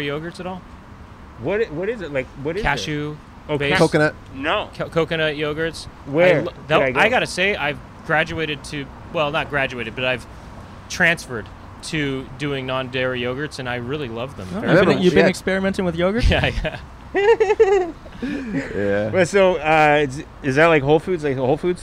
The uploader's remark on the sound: A Bus Stop. Recorded 3/14/22 on Santa Monica Blvd in Los Angeles, CA.